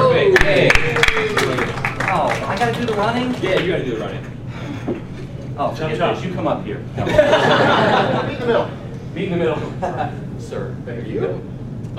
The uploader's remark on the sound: We recorded in front of a live audience at Dragon Con!